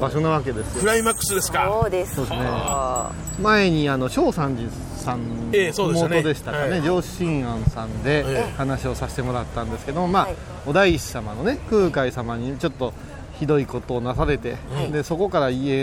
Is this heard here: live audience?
no